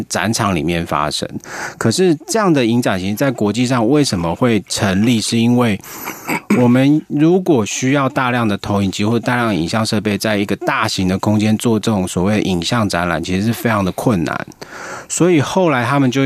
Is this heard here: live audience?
no